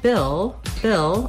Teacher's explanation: When I'm saying Bill, Bill, I just basically go right from that ih sound into my L sound. I don't have to do anything special for that L.